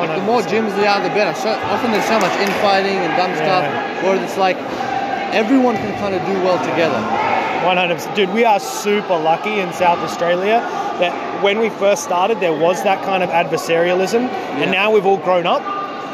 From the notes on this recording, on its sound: Another incredible showcase took place At the M16 Invitational and as always the Bat-Phone was live at the evebt to get all the behind the scenes action. We hear from competitors before and after their matches, we get spectator reactions as well as on the spot match breakdowns and commentary.